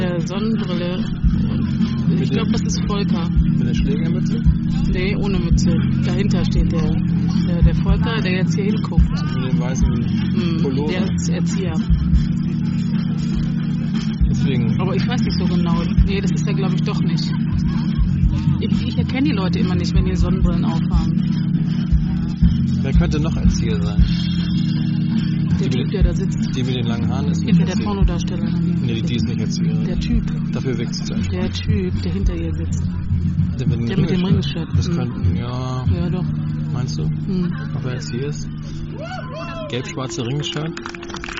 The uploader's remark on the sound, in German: Gespräche beim MidSommerJazz Festival in Flensburg